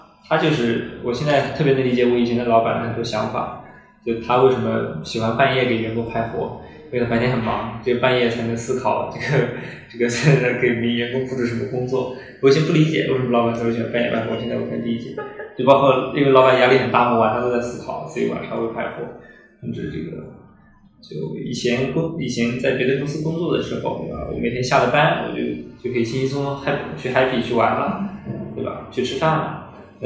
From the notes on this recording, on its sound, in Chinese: 虽然当时办公室装修还比较毛坯。本期线下录制有环境音，不影响对话内容收听。